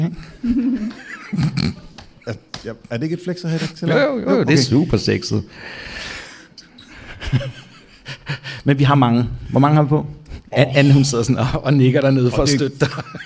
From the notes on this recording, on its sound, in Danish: Afsnittet er optaget live på Hotel Cecil den 1.